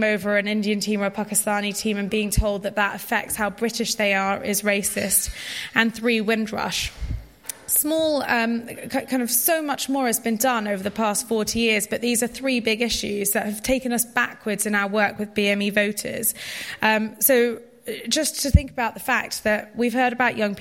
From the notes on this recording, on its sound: That was the question facing the panel for our CapX live debate at the Tory conference in Manchester.